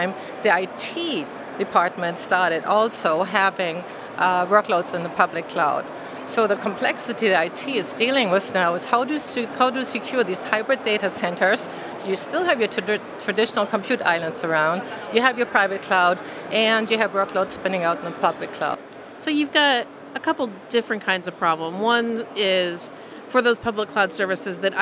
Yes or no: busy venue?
yes